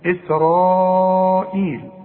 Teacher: فإسرائيل لازم تمدها أربع حركات · Term: مد واجب